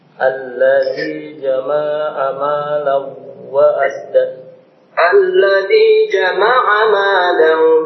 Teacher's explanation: Ma dengan kepanjangan dua harokat saja